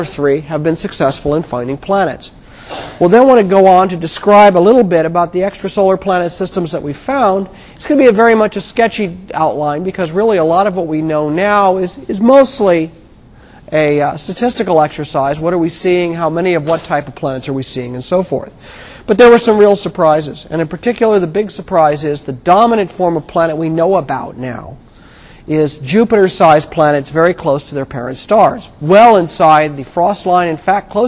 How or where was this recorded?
large echoing room